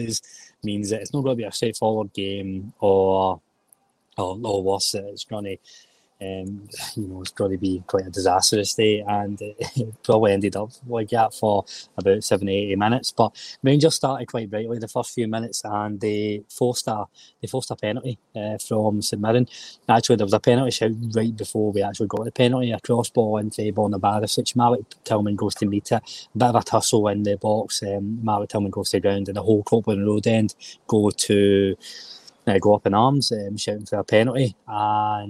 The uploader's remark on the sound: Full Time Reaction Live from Ibrox